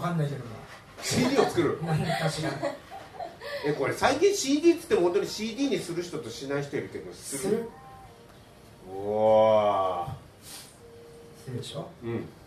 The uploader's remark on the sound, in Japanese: 公開ポッドキャスト収録の巻。2018年1月14日開催LIVEでの公開ポッドキャスト収録の回～！